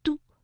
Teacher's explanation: 我们读的时候可以把的和乌相连，嘟，然后再加韵母安，就可以读成断了 · Term: 介母